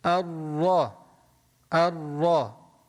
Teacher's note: العلماء قالوا الطريق في أن لا يتكرر حرف الراء أنك تخلي لسانك يضرب بسقف حلقك مرة واحدة بس، بتقول الراء الراء مرة واحدة، يرتفع اللسان إلى سقف الحلق ثم ينزل مرة واحدة الراء، ما تخلي لسانك يتردد، إذا تردد لسانك صار عندك حروف كثيرة.